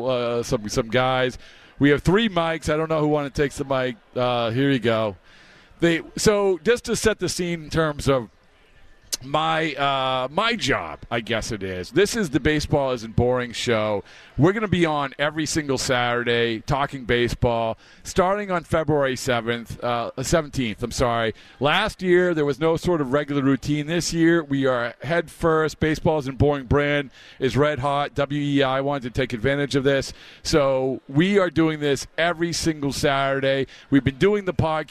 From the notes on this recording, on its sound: On the WEEI airwaves live from the Mass Mutual Center at the 2024 Red Sox Winter Weekend.